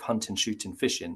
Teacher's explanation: instead of kind of an ing sound, it became an in sound